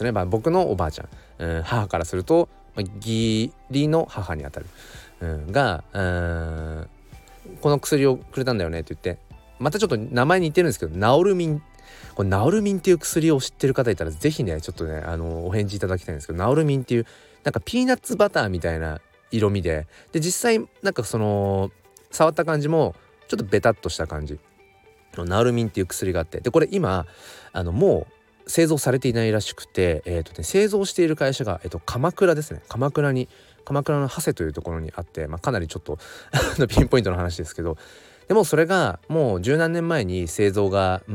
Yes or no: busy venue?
no